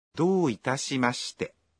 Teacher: Unaposema do itashimashite, unatamka irabu ya o kwenye kitamkwa do ukiirefusha.